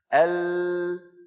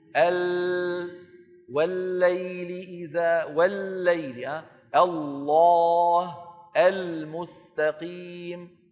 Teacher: كيف أن الصوت ينحرف عن يمين ويسار اللسان · Term: انحراف اللام